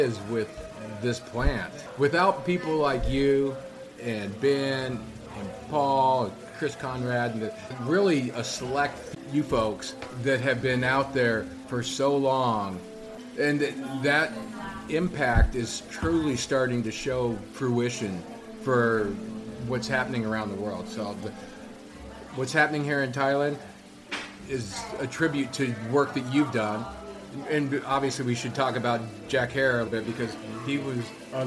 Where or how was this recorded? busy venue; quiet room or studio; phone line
busy venue